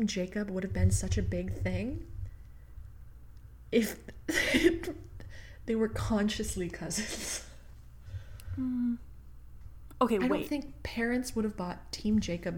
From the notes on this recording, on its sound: her mod podging was closer to the mic than she was